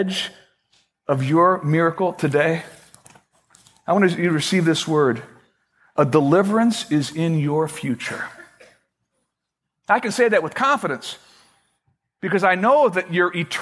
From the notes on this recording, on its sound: Originally recorded March 18, 2012, at Fellowship Missionary Church, Fort Wayne, IN.